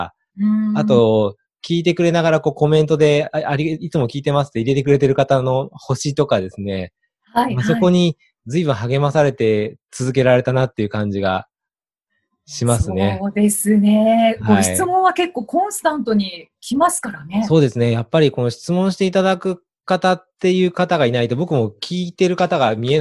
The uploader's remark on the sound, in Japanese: オンライン収録のため、通常より音声が劣りますがご了承ください